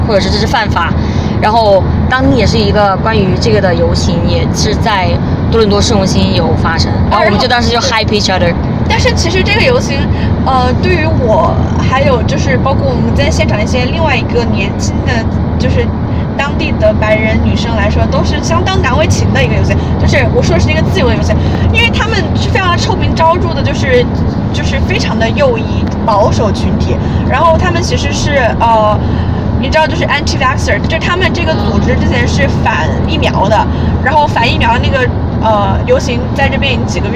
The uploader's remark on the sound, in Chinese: 因为在车上录制，所以这一期杂音有点多